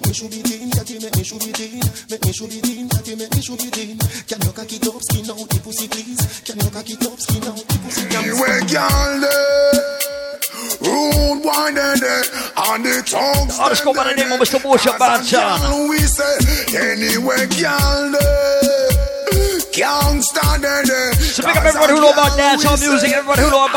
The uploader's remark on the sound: LIVE AT ISLAND SATURDAYS ON SEPT 17, 2016